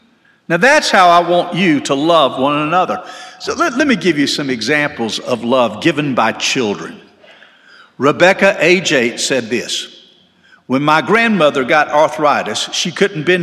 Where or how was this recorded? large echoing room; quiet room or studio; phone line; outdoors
large echoing room